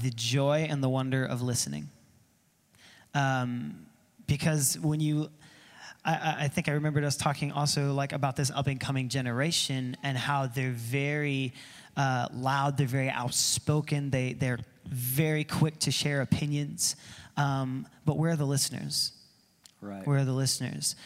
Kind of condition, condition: setting, large echoing room